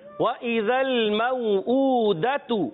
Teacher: واو کی ادائیگی ہونٹوں کی گولائی سے. حمزہ کو خوب واضح کریں گے تحقیق کے ساتھ.